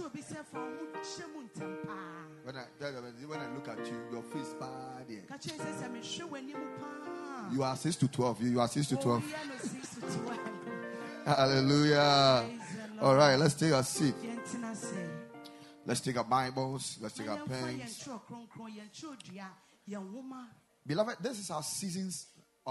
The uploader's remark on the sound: Preached at the Kingdom Sight Service